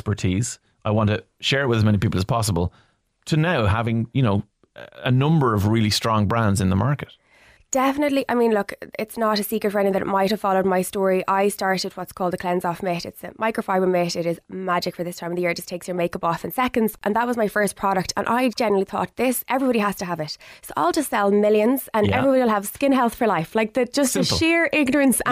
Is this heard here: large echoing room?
no